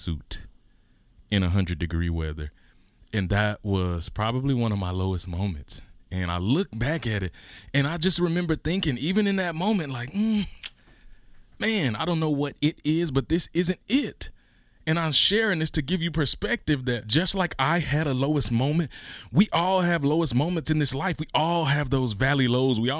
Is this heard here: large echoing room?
no